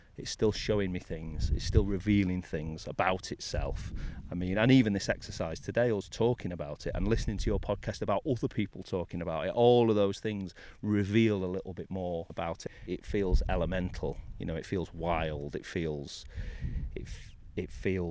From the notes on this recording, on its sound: This interview was recorded in four parts. We met at the Winter Gardens in Sheffield for coffee and lunch before heading to a Millenium Gallery store for a private tour of a selection of stunning landscape art exhibitions. A few weeks later we met in Edale for a short walk on Kinder Scout where we recorded outside close to Jacob’s Ladder. Finally, we met at the Penny Pot Cafe in Edale for a sketching tutorial and lots of coffee!